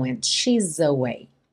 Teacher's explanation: Esse S vira um Z para conectar no próximo A